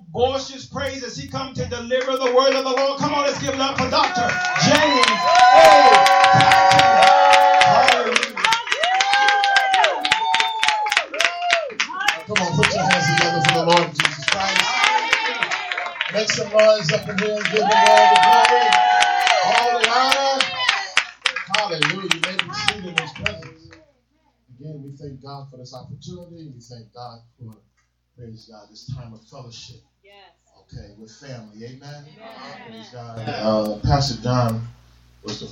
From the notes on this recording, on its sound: live from the Comfort Suites Hotel in North Brunswick, New Jersey